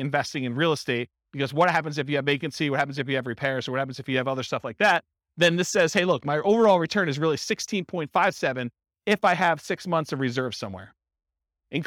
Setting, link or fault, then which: setting, live audience